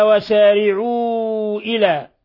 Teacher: مد منفصل، انفصال الهمزة عن حرف المد في كلمة أخرى، وهذا مد جائز، مد من 4 إلى 5 حركات عند حفص من طريق الشاطبية.